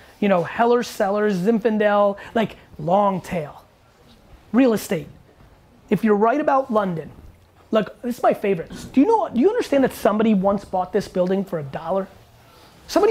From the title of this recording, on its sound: Q&A At The Crushing It Shoe Launch In London